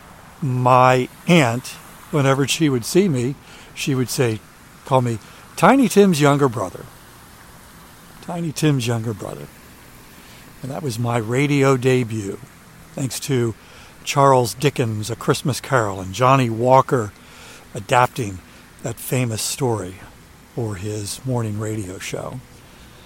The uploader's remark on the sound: A Middle Of The Night Walk. During today's ten-minute walk. A guided tour of where he's walking.